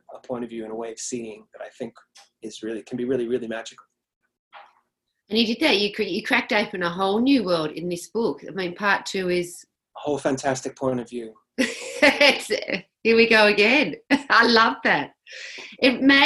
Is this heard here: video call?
yes